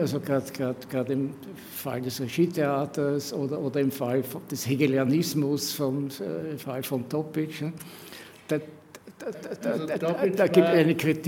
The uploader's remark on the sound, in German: Im Bruno Kreisky Forum live vor Publikum geführt und aufgezeichnet.